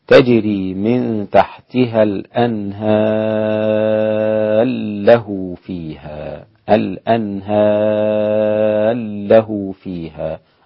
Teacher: أدغم الإمام السوسي الراء في اللام إدغام الكبير · Term: الإدغام الكبير